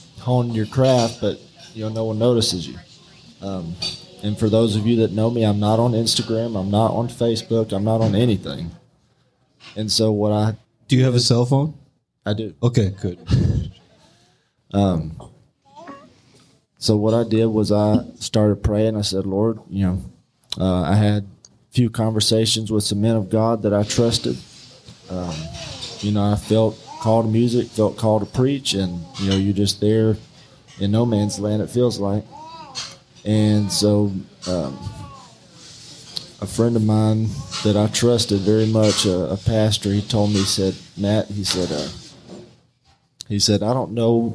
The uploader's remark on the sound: LIVE at Bennett's